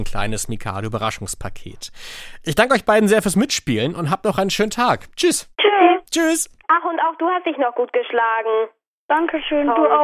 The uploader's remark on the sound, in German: Fünf rätselwütige Kinder am Telefon.